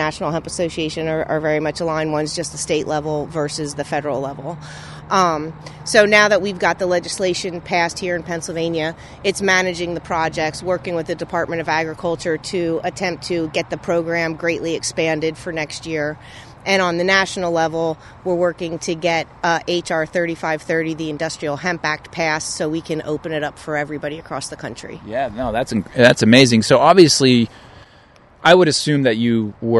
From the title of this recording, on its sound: On location in Bethlehem Pa Industrial Hemp Field